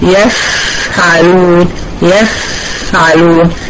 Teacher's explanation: الفاء حرف مهموس وضعيف، ما مسكش في مخرجه، فخلى الهواء كله طلع